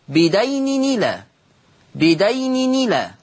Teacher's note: تحريك التنوين بحركة الهمزة فتصير نون مكسورة، بدين نيلا، بدين نيلا. · Term: النقل